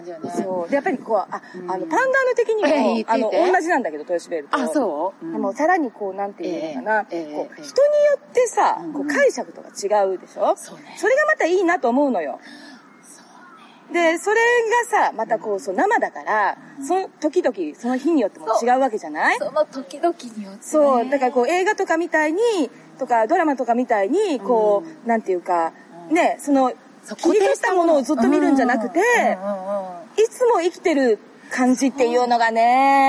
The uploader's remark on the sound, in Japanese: 風ノイズによりお聞き苦しいところがございます